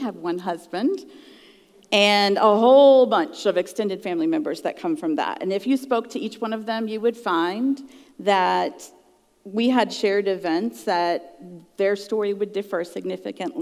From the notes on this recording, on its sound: at the June icuTalks live event.